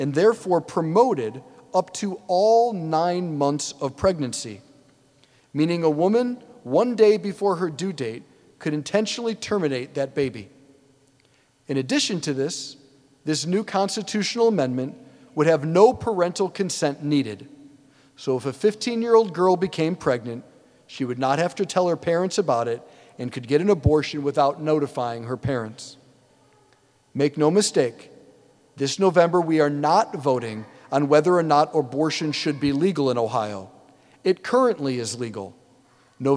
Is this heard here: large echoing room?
yes